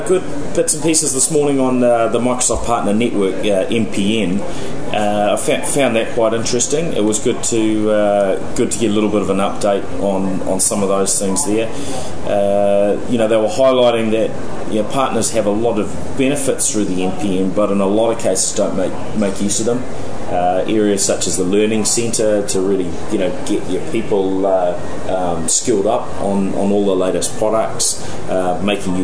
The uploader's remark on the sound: Reports from day 3 at Microsoft’s Worldwide Partner Conference in L.A.